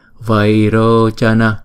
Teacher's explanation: Ai, chúng ta đọc là vairo, vairo chana, vairo chana. Chữ vai là hai nhịp, chữ rô là hai nhịp. Chữ cha là một nhịp, chữ na là một nhịp.